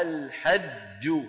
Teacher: فإذا الجيم من الحروف الشديدة التي ينحبس الصوت عند النطق بها